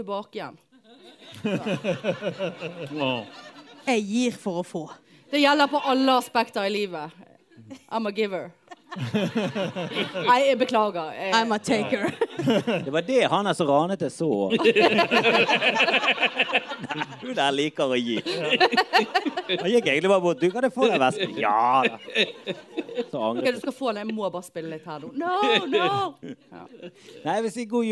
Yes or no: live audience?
yes